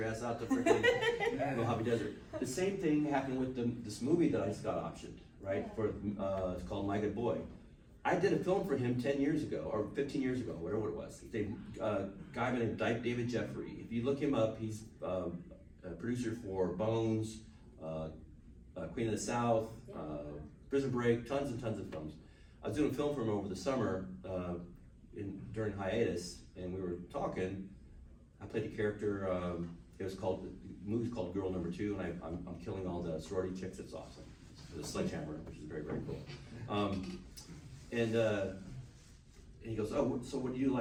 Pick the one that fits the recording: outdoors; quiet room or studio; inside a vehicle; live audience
live audience